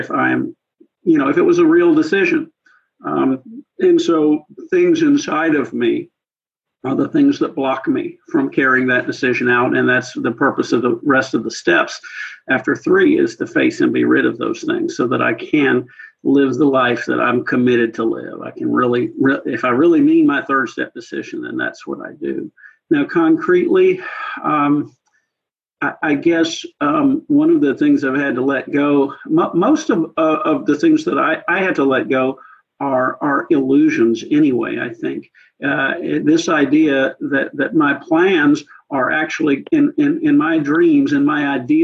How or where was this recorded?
video call